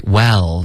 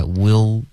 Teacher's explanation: well 嘴巴张开不要发 will 这个原音不对 · Shown in: first take